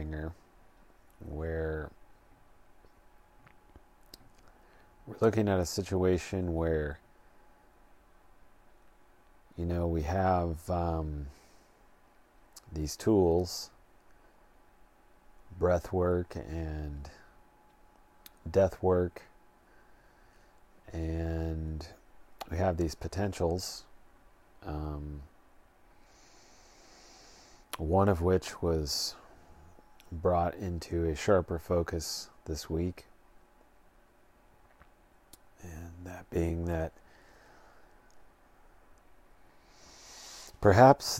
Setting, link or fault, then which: fault, sounds in the background